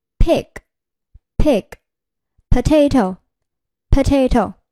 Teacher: 双唇紧闭，气流突然冲开双唇，冲出口腔，声带不振动 · Term: 清辅音